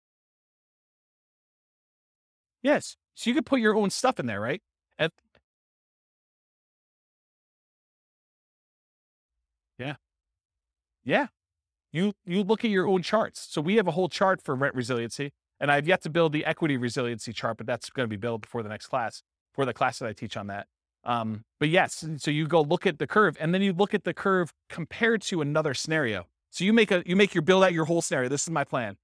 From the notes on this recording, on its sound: This was a live class recorded